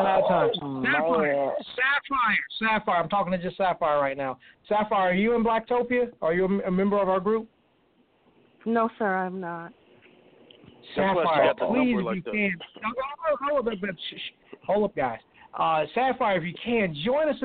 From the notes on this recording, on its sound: we will also open up the phone lines